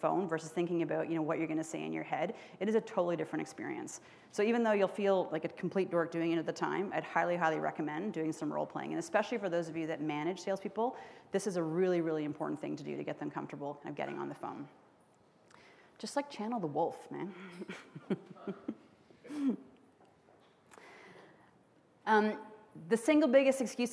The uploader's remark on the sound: spoke to an audience full of entrepreneurs at our skucon conference in Las Vegas